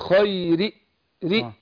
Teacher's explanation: قول خيري ري اختلس حركة الكسر خيري مش الخيري حركة كاملة، لا اجيب تلتين الحركة اختلسها. ده اسمه الروم، والروم بيجي في المكسور والمضموم.